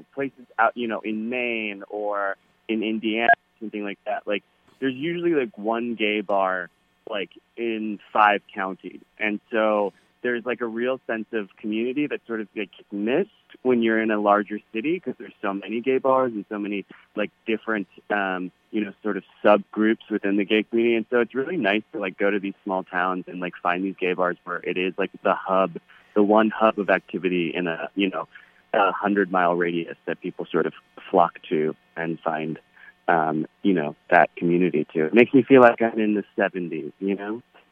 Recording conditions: phone line